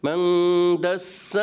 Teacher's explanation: جو حرف مدہ ہے نا اس کی مقدار ایک الف رکھا کریں